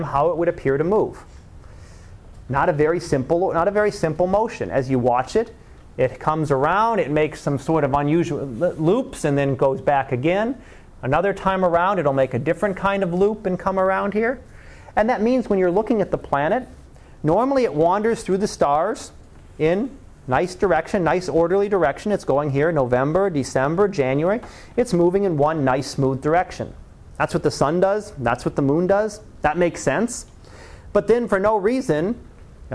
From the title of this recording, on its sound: Live Class Lecture